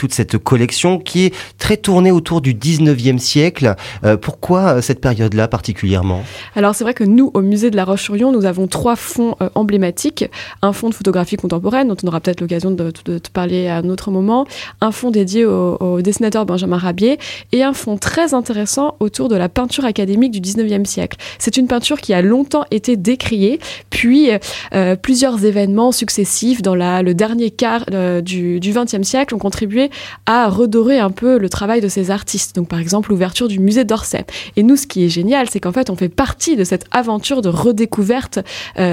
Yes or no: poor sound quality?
no